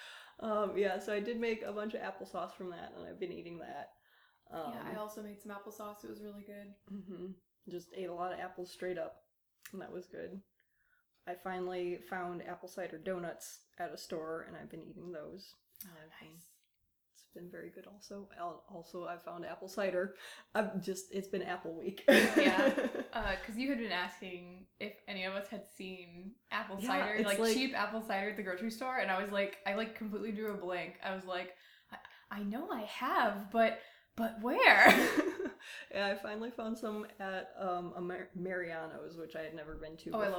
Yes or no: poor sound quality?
yes